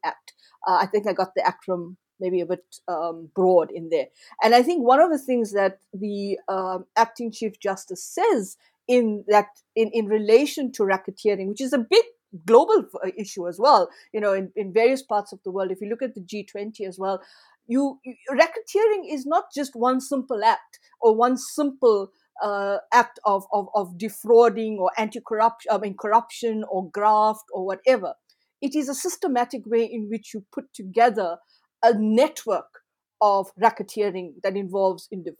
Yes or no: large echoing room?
no